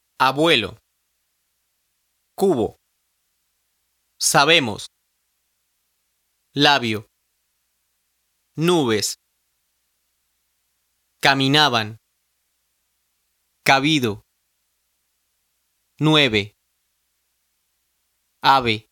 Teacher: If a B or V is found between vowels, however, the sound is different. You start to say the B sound as in buffalo, but you don't close your lips all the way.